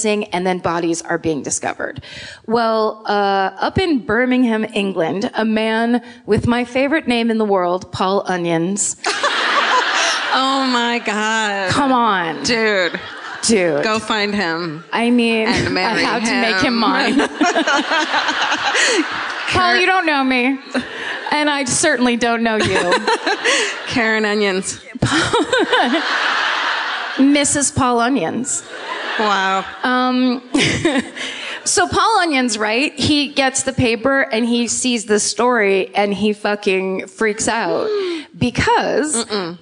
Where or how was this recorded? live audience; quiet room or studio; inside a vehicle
live audience